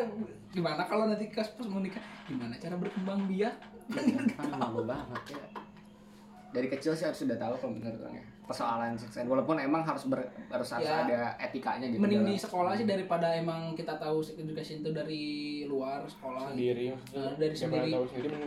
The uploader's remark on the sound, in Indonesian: Maap banyak suara bocor belum mampu beli mic.